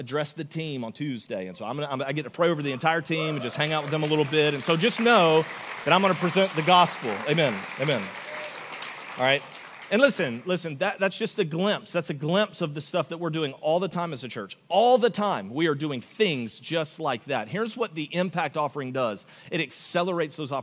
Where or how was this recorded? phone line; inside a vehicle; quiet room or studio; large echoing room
large echoing room